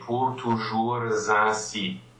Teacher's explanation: there are a few cases where you will actually elide to the S when toujours is followed by the word that defines it